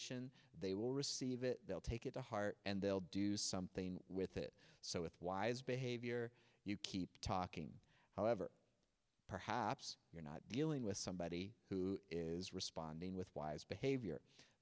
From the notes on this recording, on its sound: NOTE: The video is from Cornerstone Online, the audio is from Cornerstone In Gym.